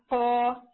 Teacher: गम से दूर जाती है, जब आप बोलते हैं को तो deepest part of tongue soft palate से तबाउद होता है उसका